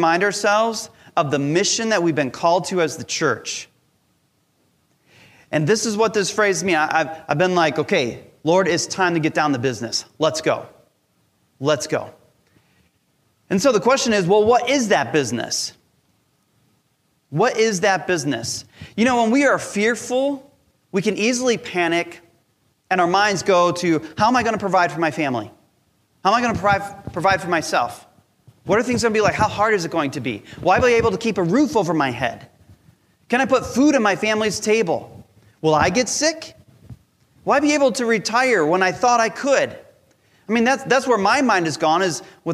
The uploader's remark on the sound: Recorded from our Sunday Service Live Stream.